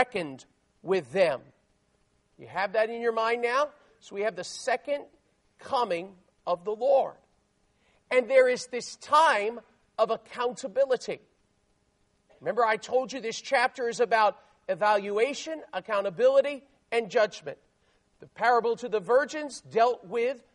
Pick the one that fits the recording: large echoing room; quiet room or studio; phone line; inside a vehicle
large echoing room